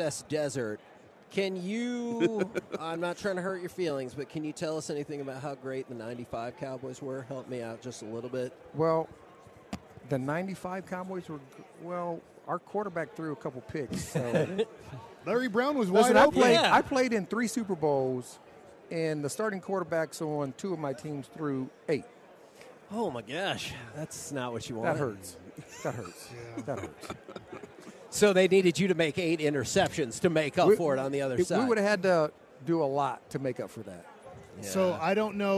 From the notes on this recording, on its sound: LIVE from Radio Row in Las Vegas!